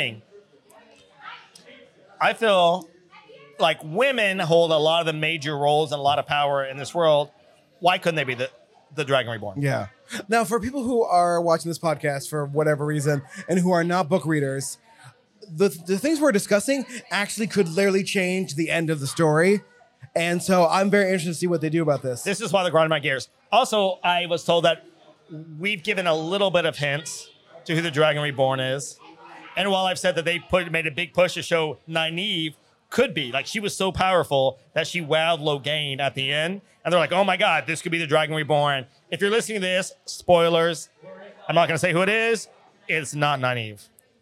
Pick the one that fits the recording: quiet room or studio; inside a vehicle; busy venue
busy venue